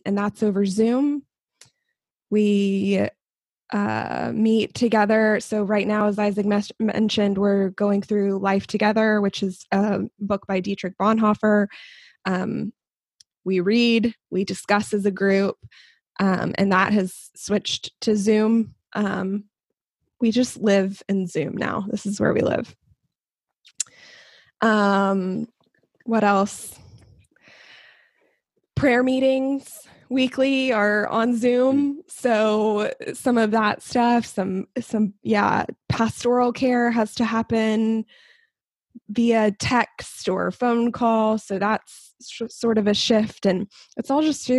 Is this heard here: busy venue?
no